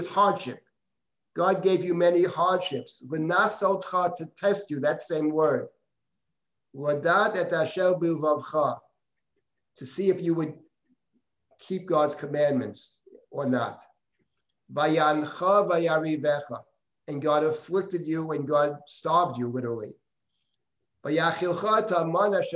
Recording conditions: video call